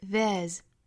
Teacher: 也就是读成一个完整的 there 之后加一个 z 的发音就可以了